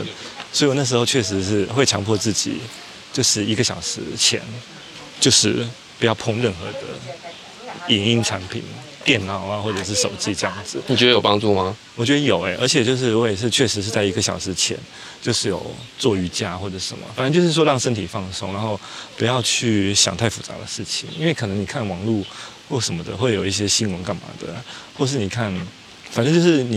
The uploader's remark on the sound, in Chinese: 這一集是戶外，地點是瑞芳和九份。在風光明媚的山路裡邊走邊聊。節目中能聽到收錄進來的環境音，有風聲、水聲、鳥叫聲和觀光客的腳步及說話聲。